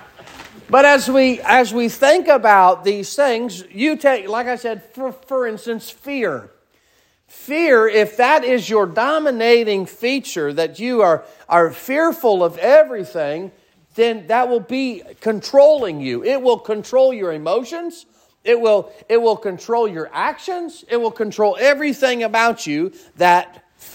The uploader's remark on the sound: Sermon preached at Mid County Baptist Church